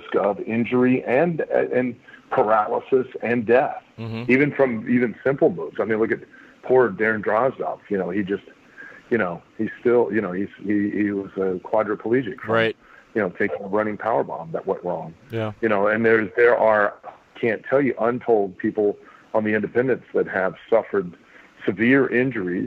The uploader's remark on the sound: we take your LIVE phone calls!